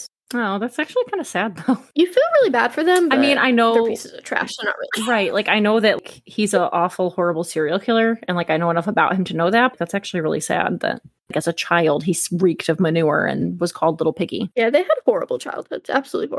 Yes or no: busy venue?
no